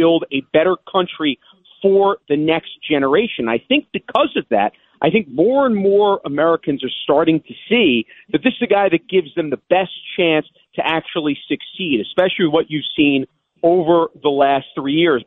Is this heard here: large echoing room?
no